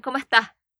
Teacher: la S al final no la dicen. Así que, por ejemplo, how are you es ¿cómo estás?